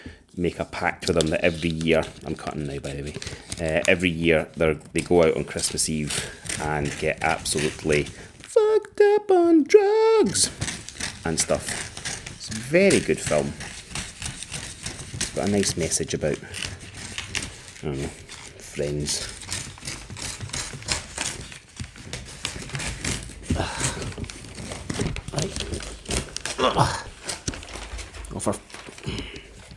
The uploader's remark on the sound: He also has new microphones and wants to play with them. Wraps Christmas presents while chatting on his new microphone.